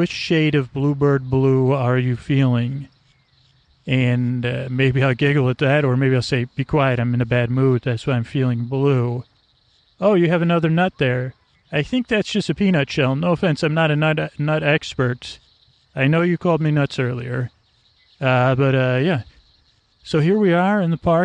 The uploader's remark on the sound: This one is on location at Stow Lake in Golden Gate Park.